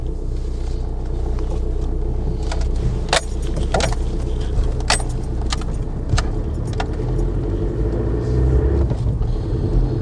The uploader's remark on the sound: Records an episode across his entire commute into work. I'm recording this episode, in my car, on a Samsung Galaxy A5 with a Neewer lavalier microphone. Attached to my jacket, recording using the Auphonic Edit Android app. Post-recording, I also ran the audio recorded using AuphonicEdit to the Auphonic website for levelling.